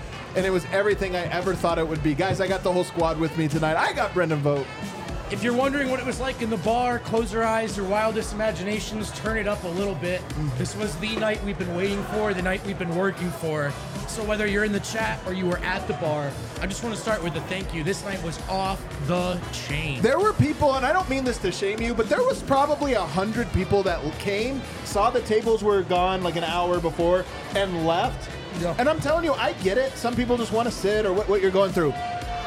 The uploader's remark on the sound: LIVE from the DNVR Bar.